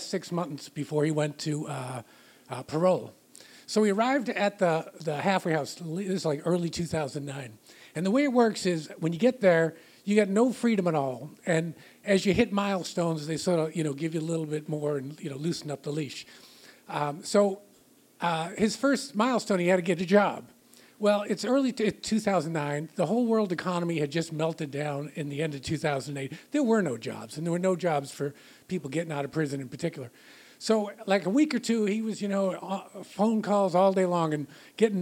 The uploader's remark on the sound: Recorded live in Boston, MA at Internal Matter on February 16, 2016.